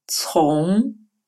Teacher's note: это глухое сочетание «ц» с сильным придыханием